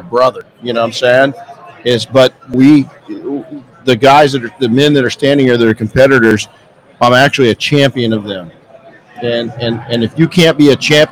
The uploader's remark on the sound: Live from Mobile Tech Expo. Our Saturday morning live session was full of heavy hitting entrepreneurs...